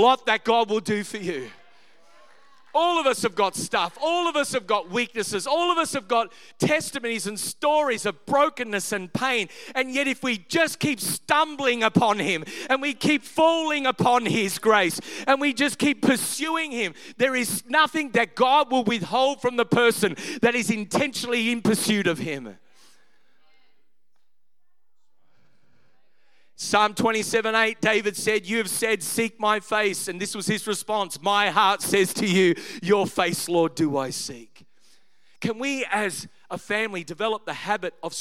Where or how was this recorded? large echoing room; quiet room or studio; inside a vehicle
large echoing room